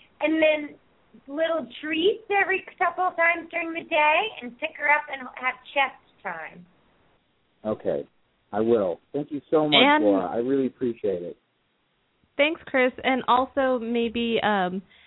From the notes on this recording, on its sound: open up the lines for listeners to call